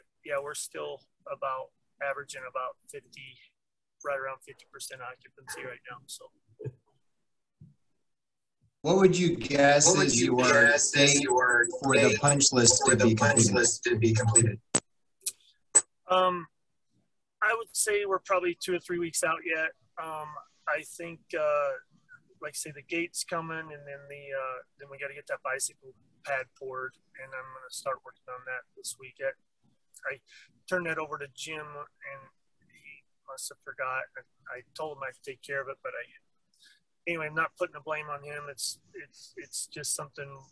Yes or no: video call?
yes